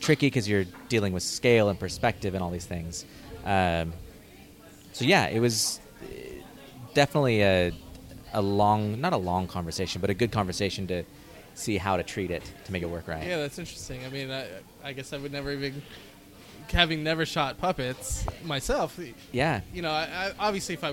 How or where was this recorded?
busy venue